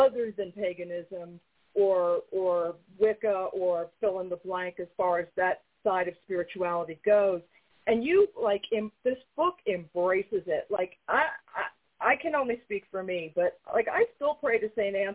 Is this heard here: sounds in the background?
no